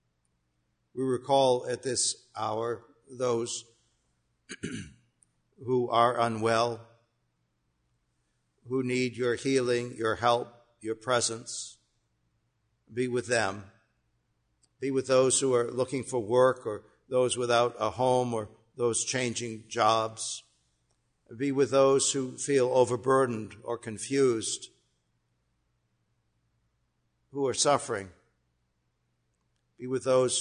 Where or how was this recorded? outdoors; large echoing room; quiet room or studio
large echoing room